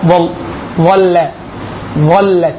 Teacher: ظ هي المفخمه، اللام مرققه